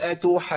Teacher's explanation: نقف على اول جيم في المشدد بقطع الصوت والنفس في مخرج الجيم